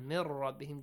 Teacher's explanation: just merge them and do not pronounce, and do not produce a nasal sound. · Term: without ghunna